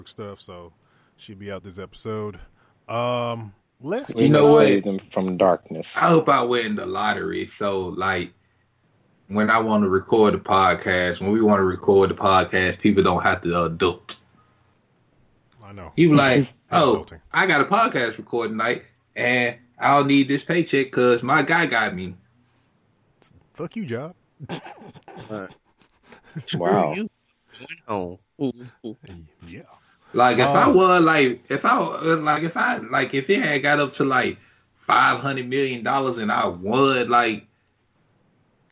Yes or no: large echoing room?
no